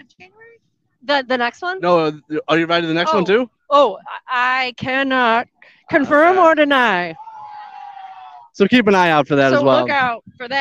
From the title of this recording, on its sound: SCR Live From Motoblot